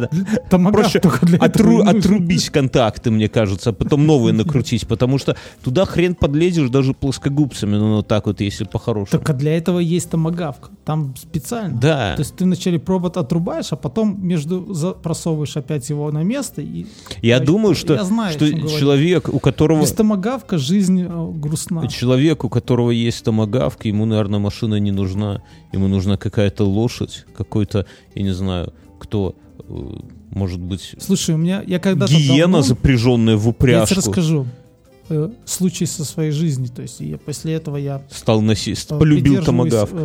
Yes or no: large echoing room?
no